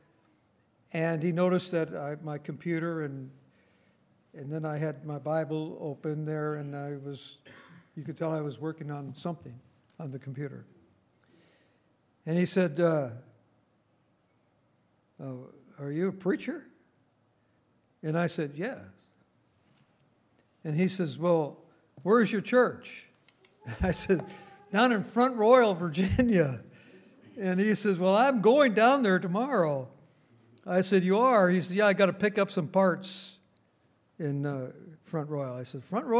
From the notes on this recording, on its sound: Recorded on December 23, 2018, at Grace Bible Fellowship in Front Royal, VA.